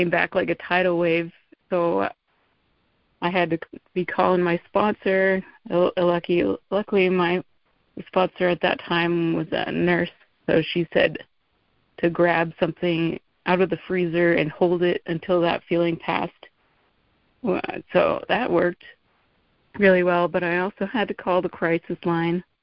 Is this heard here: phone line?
yes